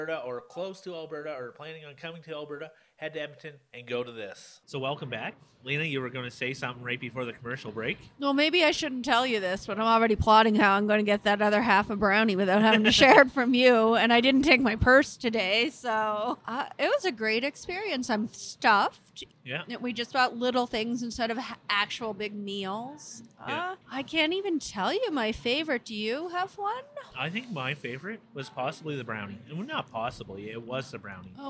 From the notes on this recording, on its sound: This week we are on location at Avenida Food Hall.